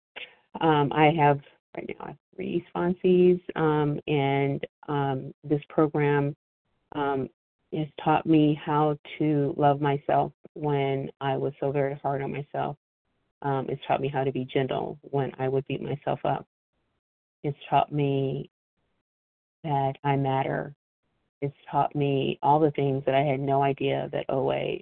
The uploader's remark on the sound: from the 100 Pounders Phone Meeting